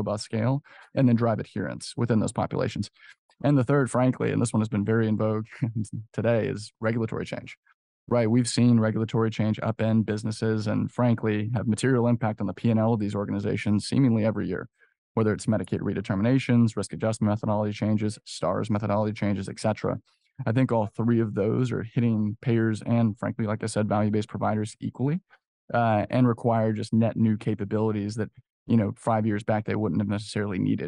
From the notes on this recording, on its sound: This episode recorded live at the 2023 Becker’s Payer Issues Roundtable in Chicago.